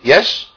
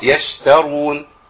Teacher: فبئس ما يش تارون تسكين الشين تسكين الشين يش وبعدين ترقيق التاء لان جاي بعدها راء مفخمه